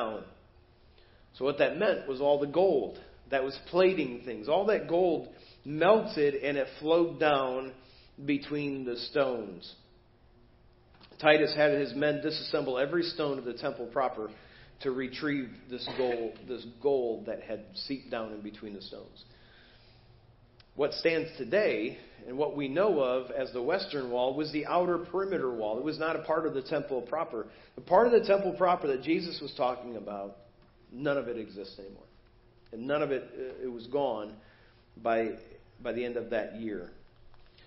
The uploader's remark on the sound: Preached at First Baptist Church of Hazel Park